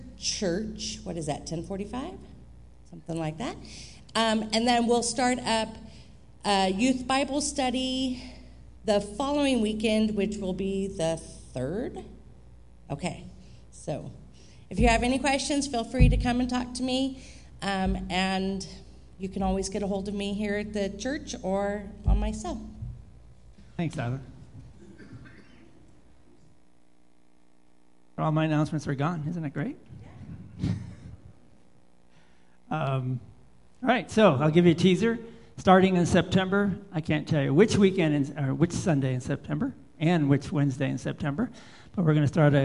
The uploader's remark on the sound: Live Worship Service